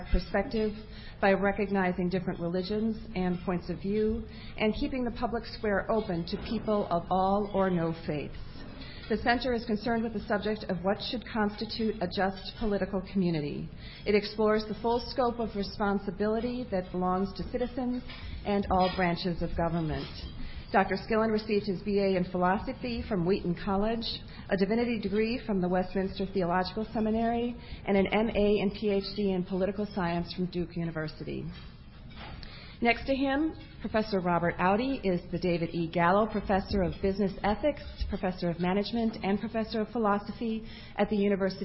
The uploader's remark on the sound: The Federalist Society's Religious Liberties Practice Group presented this panel discussion at the 2007 Annual National Lawyers Convention on November 15, 2006.